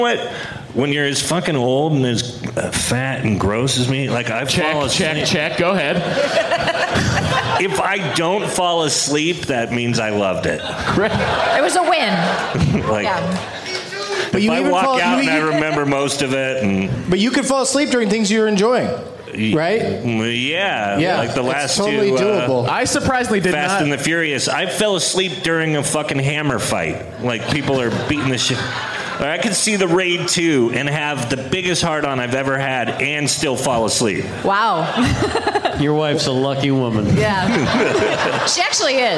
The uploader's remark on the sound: Live from the House of Blues in San Diego